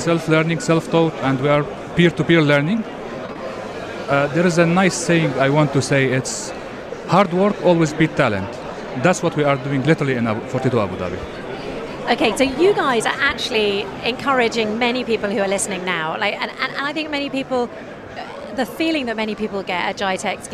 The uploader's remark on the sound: THE AGENDA LIVE AT GITEX GLOBAL. We broadcast live from the largest tech and start-up show in the world.